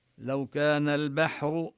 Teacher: نلفظ الباء مرققة مرققة والراء مفخمة